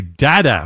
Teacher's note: da sounds, which are formed by pressing the tongue against the roof of the mouth